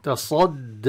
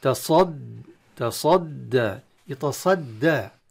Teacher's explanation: تصدى، تصدى من الأخطاء الشائعة فيها أن البعض يقرأ تصدى، يعني فخم جزء من الدال، لأن الدال مشددة عبارة عن ساكن ومتحرك، فيمرر تفخيم الصاد على الدال المشددة في بدايتها. تصد، ينبغي أن يفك اللسان عن الاستعلاء في عن سقف الفم عند النطق بالدال بعد أن ينتهي من الصاد · Shown in: second take · تصد. أما تصد، أما يبقى اللسان لاصقا بعد الصاد هو الذي يقع في هذا الخطأ، وهو من الأخطاء الشائعة بالمناسبة مع أي حرف مشدد إذا أتى بعد حرف مفخم.